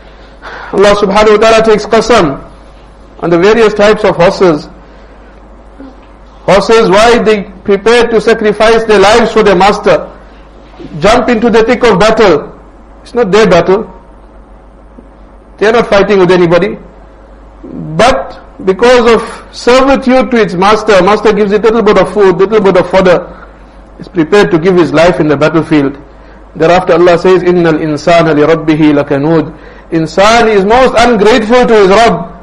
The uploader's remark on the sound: Jumuah lecture at Rockford Musalla